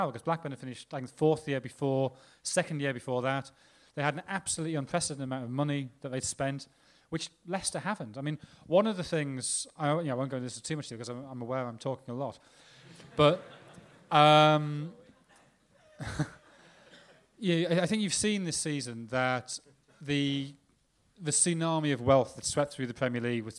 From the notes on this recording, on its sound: Live Q&A event held at Dublin's Sugar Club on 3rd March 2016. The first half of the Blizzard's live Q&A event held at Dublin's Sugar Club.